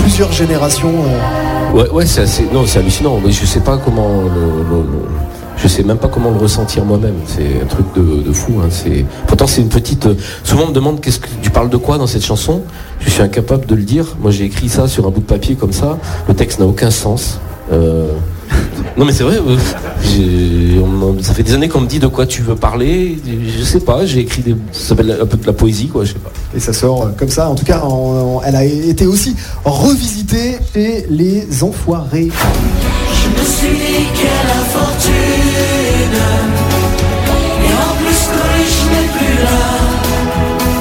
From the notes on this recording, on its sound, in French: en interview sur la scène du quai des artistes